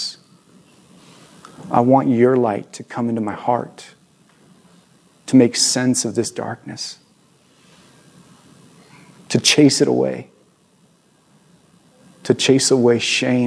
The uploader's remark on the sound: at our new location at View ridge Middle School in Ridgefield, Wa.